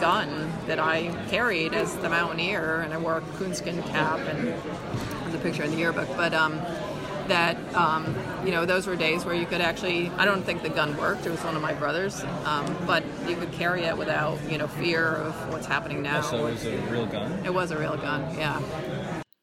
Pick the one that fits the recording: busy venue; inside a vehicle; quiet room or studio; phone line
busy venue